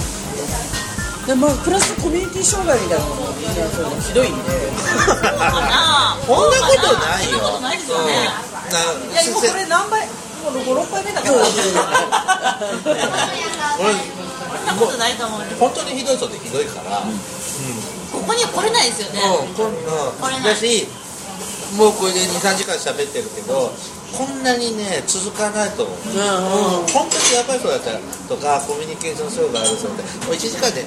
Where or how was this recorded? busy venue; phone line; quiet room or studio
busy venue